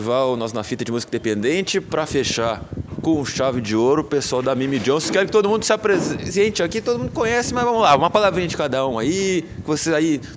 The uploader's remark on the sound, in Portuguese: Mostra os bastidores do 2° Festival Nós Na Fita de Música Independente, realizado no último sábado (1) no Caos Bar, em Porto Alegre/RS.